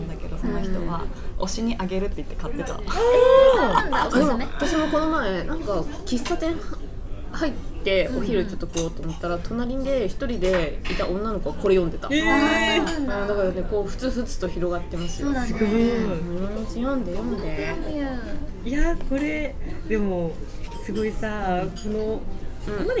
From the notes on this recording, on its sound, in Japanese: ファミレスでの収録のため、まわりのがやがやと一部聞き取りにくい箇所があるかもしれません